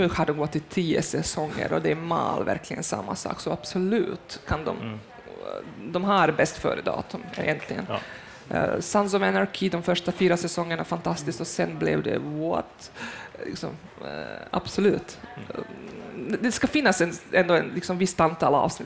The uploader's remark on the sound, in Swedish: För andra gången spelas TV Heads in på plats i Göteborg under filmfestivalen. Under ett lunch-event i festivaltältet.